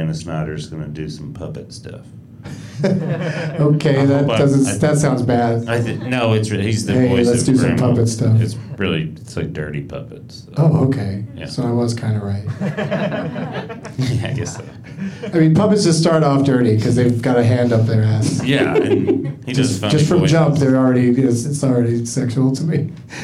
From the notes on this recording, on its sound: Live from Flappers in Burbank.